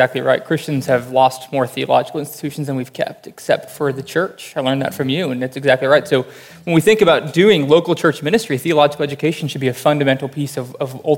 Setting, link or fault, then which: setting, live audience